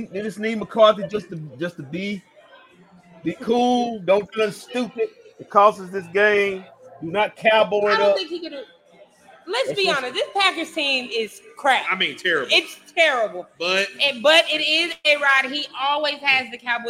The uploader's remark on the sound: Live from White Rock Ale House